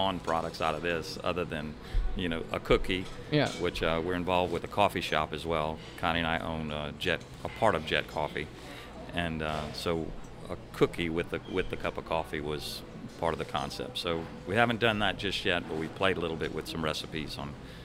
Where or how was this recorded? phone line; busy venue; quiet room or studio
busy venue